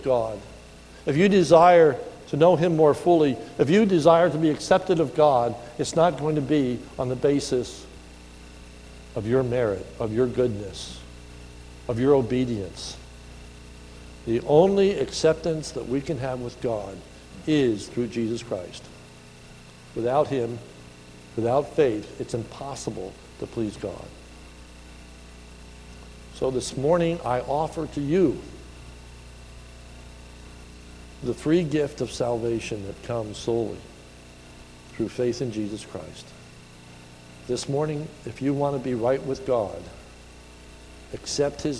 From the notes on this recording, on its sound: This is a sermon recorded at the Lebanon Bible fellowship Church on 1/13/2018 during the morning service